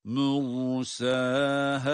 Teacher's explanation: Ra kalın, sin ince tabii ki.